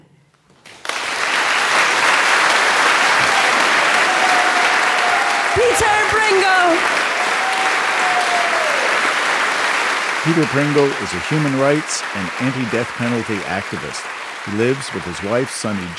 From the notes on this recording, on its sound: A special live edition of The Moth from Dublin, Ireland.